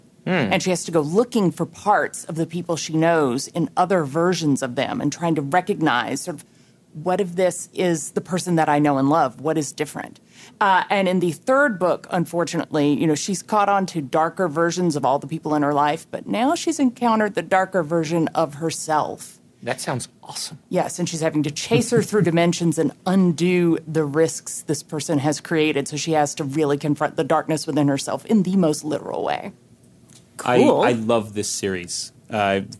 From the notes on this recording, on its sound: This episode was recorded aboard Oasis of the Seas